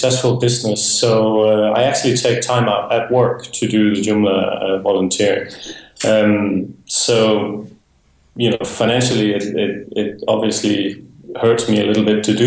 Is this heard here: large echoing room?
no